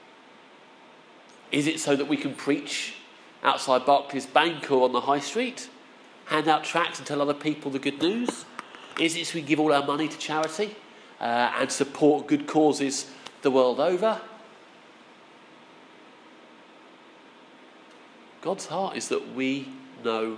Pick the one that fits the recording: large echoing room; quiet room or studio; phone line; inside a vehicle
large echoing room